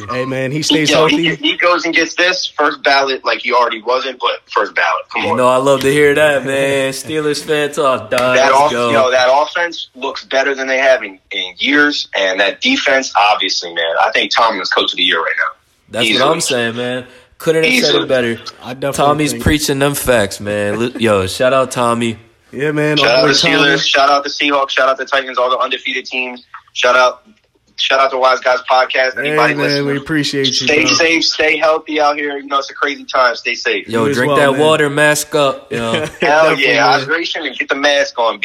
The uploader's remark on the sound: w/ live callers